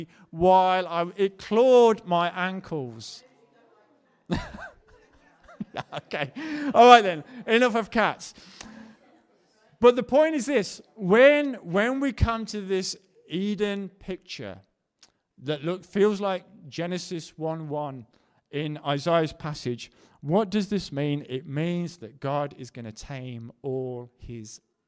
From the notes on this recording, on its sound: Preached at the LCC Sunday Service